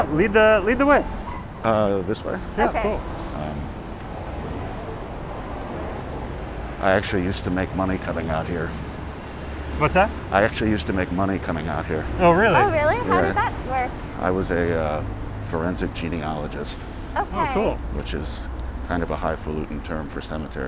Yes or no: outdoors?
yes